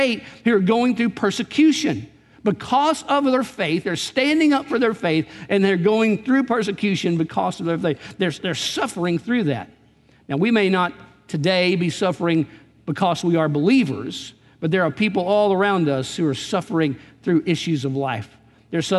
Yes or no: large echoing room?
yes